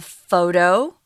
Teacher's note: a photo with the emphasis on the first syllable